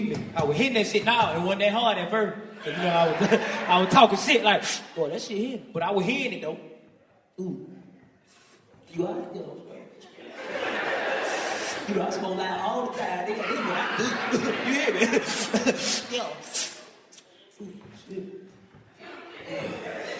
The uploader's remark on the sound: In the first of two sold out shows. A beautiful fan from the audience.